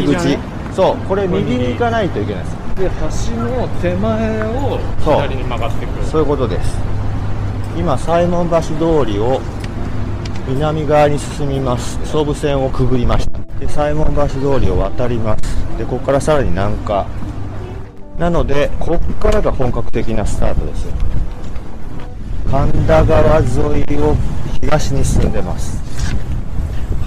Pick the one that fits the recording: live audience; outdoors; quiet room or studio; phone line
outdoors